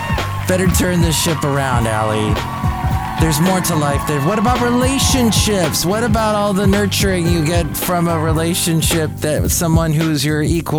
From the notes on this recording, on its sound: podcasts live from Café Anyway